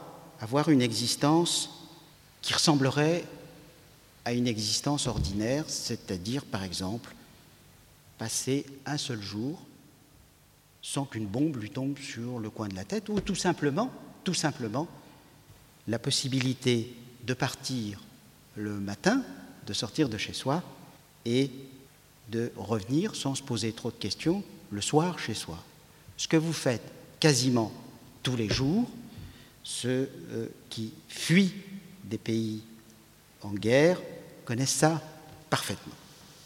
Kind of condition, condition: setting, large echoing room